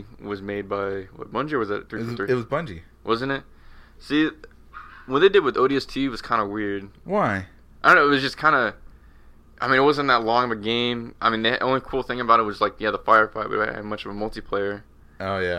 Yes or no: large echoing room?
no